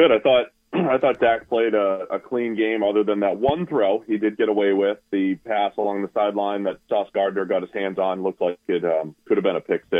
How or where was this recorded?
phone line